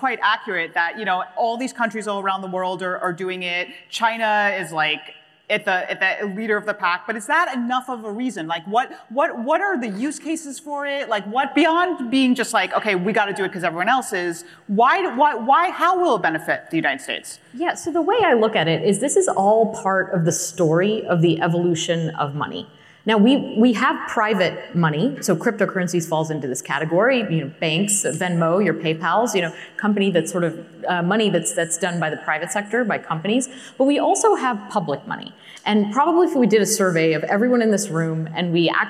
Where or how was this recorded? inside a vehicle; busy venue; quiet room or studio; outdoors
busy venue